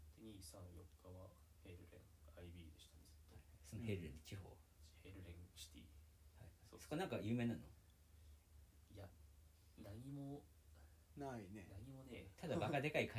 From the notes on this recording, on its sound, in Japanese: 初撮影の為、音声小さいです。